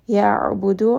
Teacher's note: ayn is going to have tawassut. It is again going to be from the middle of the throat.